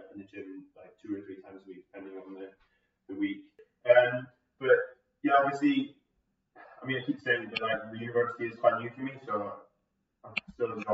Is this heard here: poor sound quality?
yes